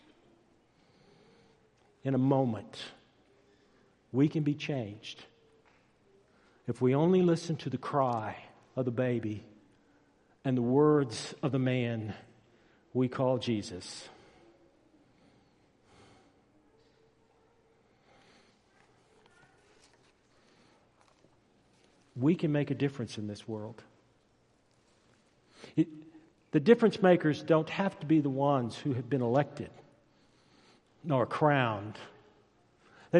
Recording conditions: large echoing room